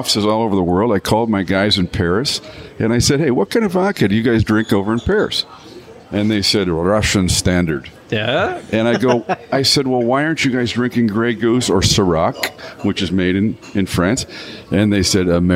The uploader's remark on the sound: We broadcast live at La Casa